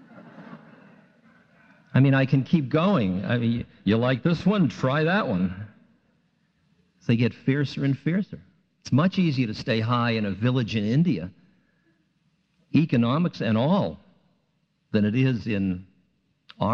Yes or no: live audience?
yes